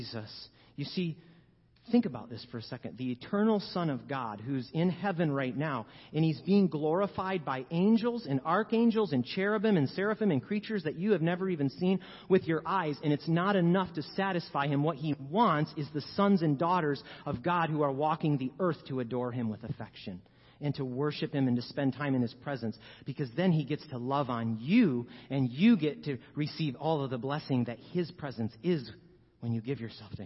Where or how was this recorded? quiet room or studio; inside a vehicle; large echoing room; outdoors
large echoing room